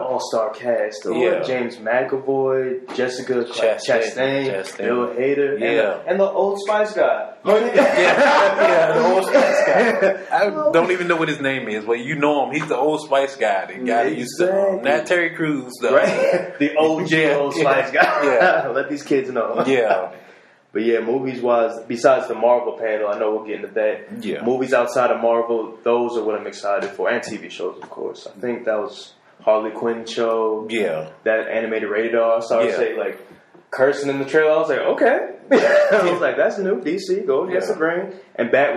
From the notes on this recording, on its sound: Excuse the echo in the audio.